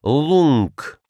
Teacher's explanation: Один «лук» — оружие, произносился когда-то в нос. «Лунг». «Л-У» — маленькое «НК».